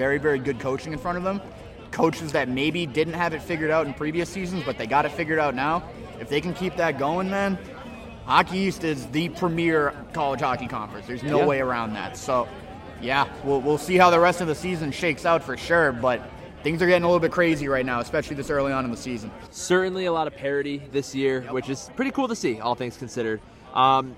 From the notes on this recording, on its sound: LIVE from the Homecoming tailgate!